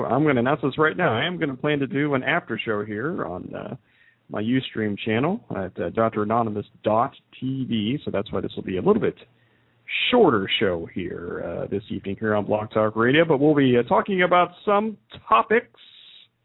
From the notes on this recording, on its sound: taking a couple of phone calls